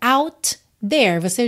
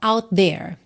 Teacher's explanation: Você junta num T só.